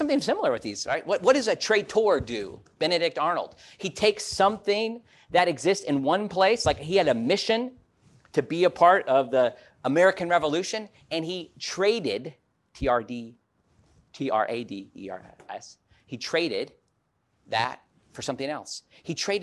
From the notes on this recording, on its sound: This message was preached at Wesley Biblical Seminary during Holy Week of 2023